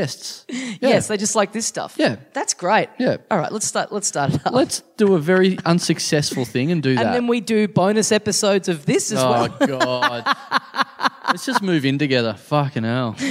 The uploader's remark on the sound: The people of Adelaide turned up at the last minute to catch the first of our awesome live episodes. Things get weird with a young man in the front row.